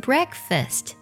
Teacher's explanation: 这个单词在 F A S T 这个音节里呢，不能假儿化音哦